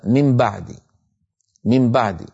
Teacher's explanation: النون من طرف اللسان مغنونة، الباء من الشفتين مجهورة ليس فيها غنة، فتأتي الميم فيها شبه بالنون وهو الغنة، وشبه بالباء وهو أنها من الشفتين. فالإنسان تلقائيا من غير تفكير يقلب النون إلى ميم، فيقول مثلا من بعدي، من بعدي.